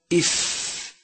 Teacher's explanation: منها عند إطباق الشفتين إطباقا عاديا صفات حرف الفاء المتضادة أولا الهمس يجري النفس عند النطق به فحرف الفاء هو أحد حروف فحثه شخص سكت وهي حروف الهمس